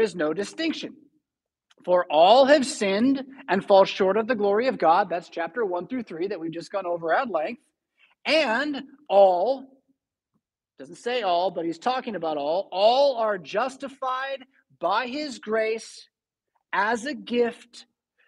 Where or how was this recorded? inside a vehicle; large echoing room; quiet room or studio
large echoing room